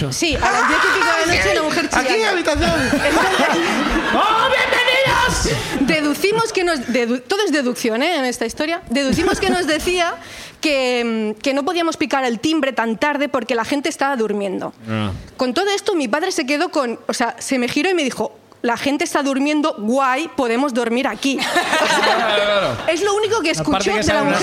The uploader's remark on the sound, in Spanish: El público también cuenta su ruina